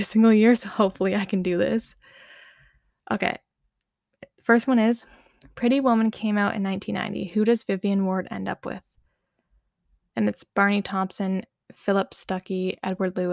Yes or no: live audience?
no